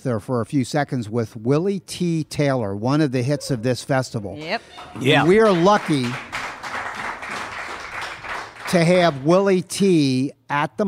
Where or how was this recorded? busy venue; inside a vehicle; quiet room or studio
busy venue